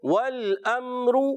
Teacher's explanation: جی ہاں واو کی ادائیگی ہونٹوں کی گولائی سے، لام کو ہلانا نہیں، حمزہ کو خوب واضح کریں گے